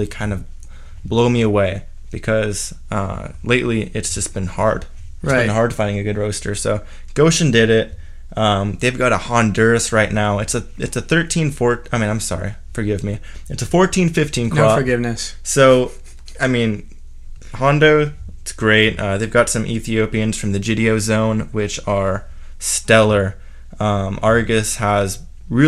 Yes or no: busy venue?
no